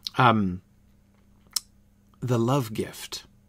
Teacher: Love and gift really need extra stress · Term: spondaic phrase